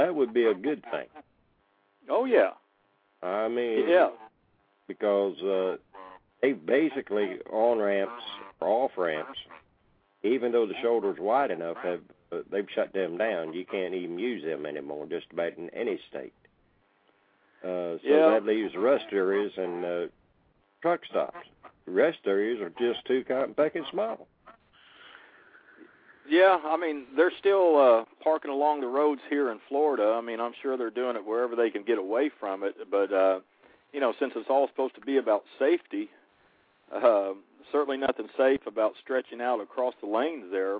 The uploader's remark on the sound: The phone lines are opened for the callers to decide what they want to talk about.